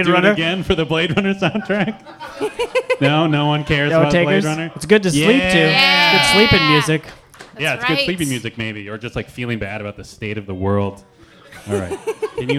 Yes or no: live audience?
yes